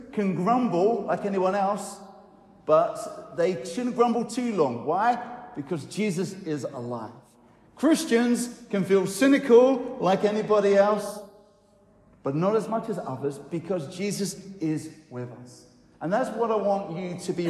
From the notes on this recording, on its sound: I recorded on Sunday 16th July at Newcastle Holy Cross an encouraging talk